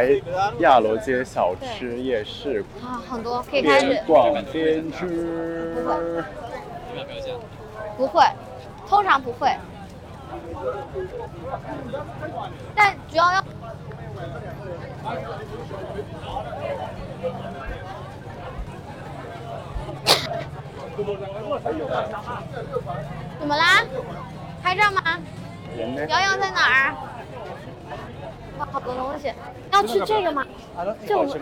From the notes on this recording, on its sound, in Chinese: 大马免签之旅吉隆坡citywalk。边走边聊 有点吵。